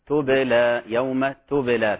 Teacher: كلمة تبلى كما قلت من حروف القلقلة، الباء قلقلة صغرى